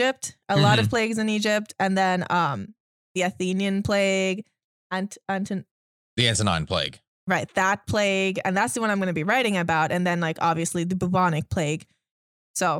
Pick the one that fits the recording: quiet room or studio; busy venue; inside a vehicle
quiet room or studio